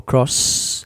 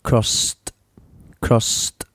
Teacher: Termina en S, que es sorda, voiceless. Cross, the past simple would be crossed, crossed, okay?